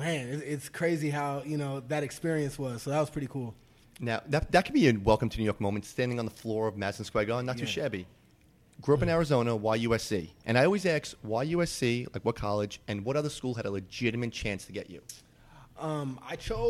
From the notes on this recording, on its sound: live from Jack Demsey's